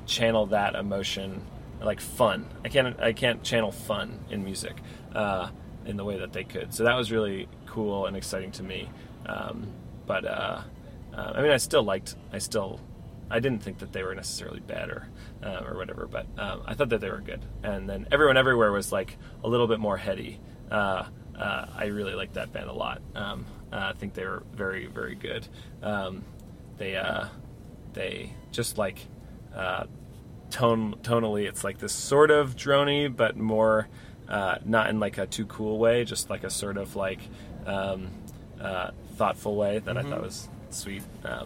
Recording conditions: inside a vehicle